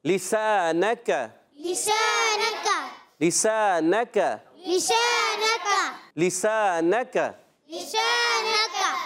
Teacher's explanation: كاف باريك هو موتا نہیں ہونا چاہیے